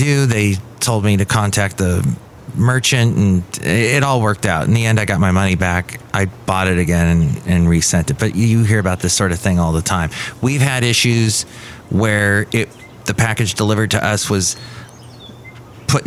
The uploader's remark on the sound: Podcasts live from Café Anyway.